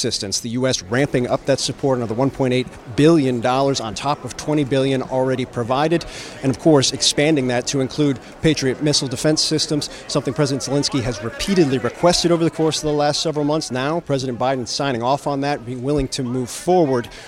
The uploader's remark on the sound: a joint press conference live at the White House